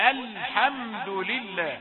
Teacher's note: لام الحمد ظاهرة وليست متحركة وساكنة لا تحركها. من أول الحمد لله نعرف وننتبه إلى أن هذه اللام أحيانا تتحرك خطأ عند غير القارئين، غير المتعلمين.